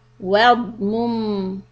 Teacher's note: the dod will be heavy and stop on meem a little bit